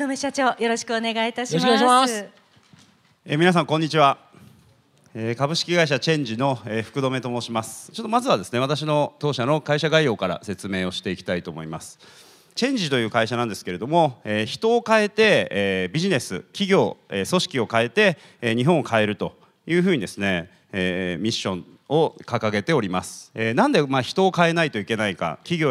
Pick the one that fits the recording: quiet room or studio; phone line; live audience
live audience